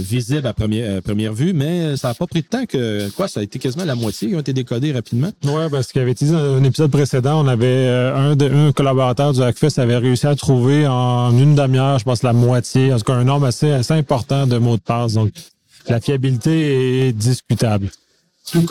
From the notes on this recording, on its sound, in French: Épisode au Colloque ISACA 2019.